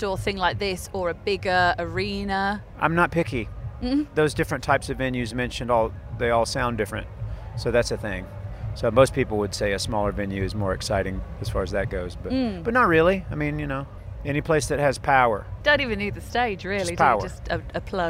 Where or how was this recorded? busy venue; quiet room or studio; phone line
busy venue